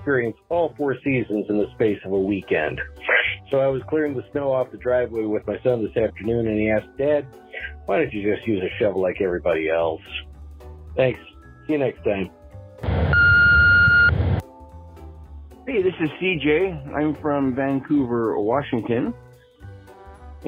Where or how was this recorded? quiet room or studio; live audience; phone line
phone line